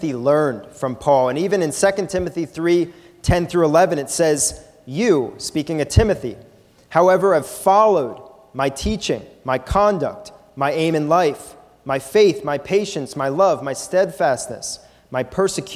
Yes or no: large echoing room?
yes